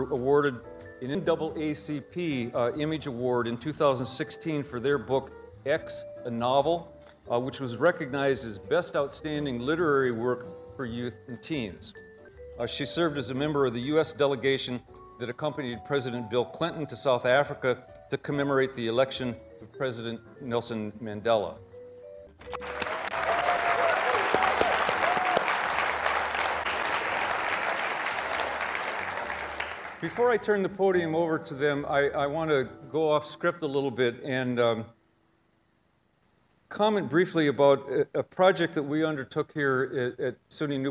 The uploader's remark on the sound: Live from SUNY New Paltz. Distinguished Speaker lecture.